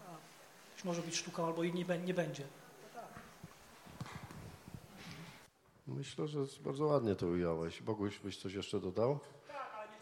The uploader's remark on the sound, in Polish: Dyskusja Panelowa. Panel dyskusyjny jaki odbył się przy okazji otwarcia Wystawy "Pracowni Technik Szlachetnych i Historycznych.